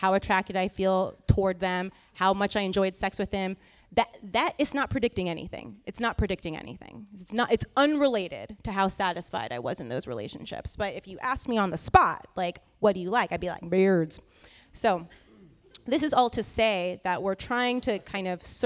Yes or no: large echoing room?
yes